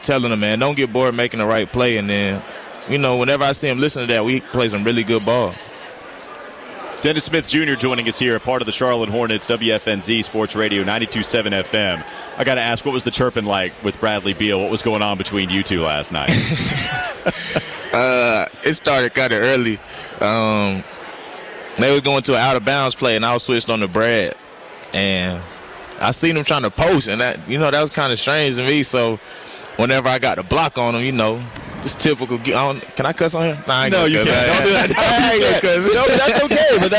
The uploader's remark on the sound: Joins the show live from the cornucopia event.